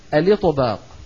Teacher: ونبقي الهمزة همزة الوصل عند البدء فنقول الإطباق